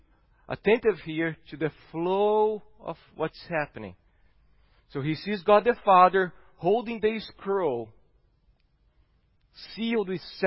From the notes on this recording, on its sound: at Gracious Cross Reformed Church Salem on Sunday, April 4th, 2021.